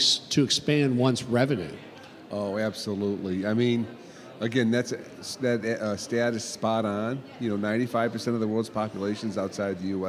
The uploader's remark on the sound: Broadcasting live from the Florida Association of Government Guaranteed Lenders Conference. Recorded live at this year’s FLAGGL Small Business Lender’s Conference hosted at The JW Marriott Orlando, Grande Lakes.